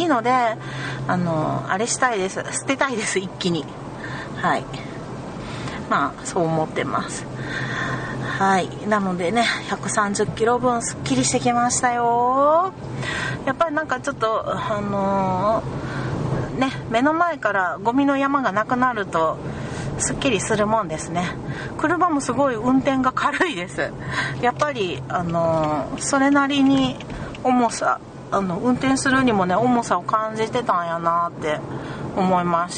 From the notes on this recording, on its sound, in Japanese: なんと130㎏ものゴミを車に積んでの収録でした。時々、ギシギシという車の音が聞こえるかもしれませんｗ。